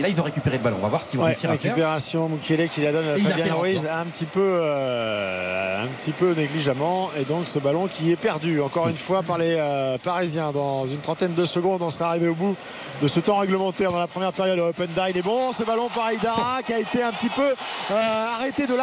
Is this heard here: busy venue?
yes